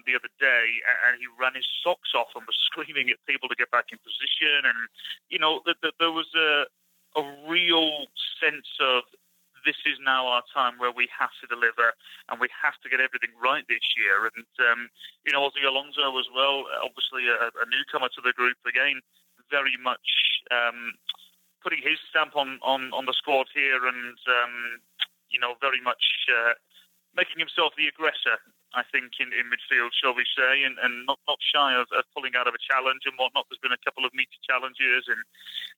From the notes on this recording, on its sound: A Phone Call. Over the phone as the team continues its preseason in Tucson. The audio quality is not great.